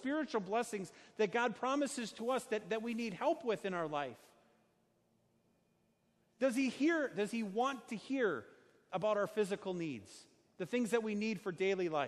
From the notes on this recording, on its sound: Sermon preached on Sunday, July 14, 2019, at Our Savior Lutheran Church in Birmingham, AL.